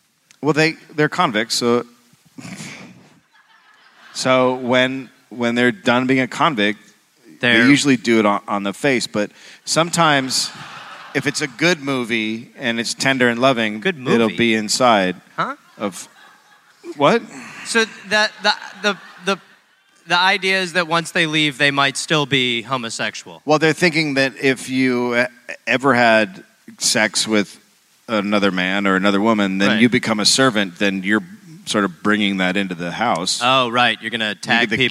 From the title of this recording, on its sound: live in Sydney